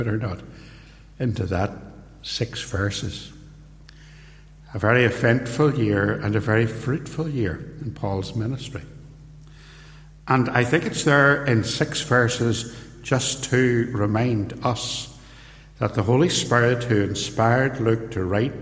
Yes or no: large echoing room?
yes